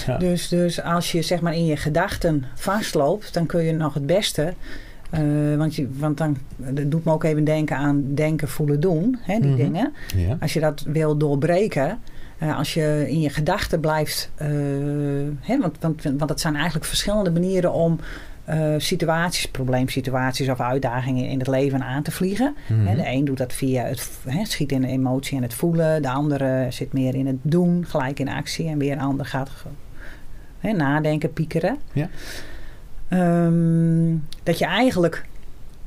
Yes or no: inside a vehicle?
no